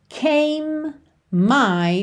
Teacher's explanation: você junta came my, num M só